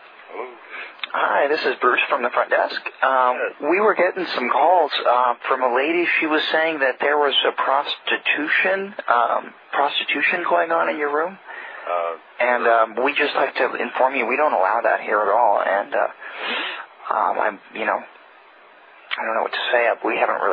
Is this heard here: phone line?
yes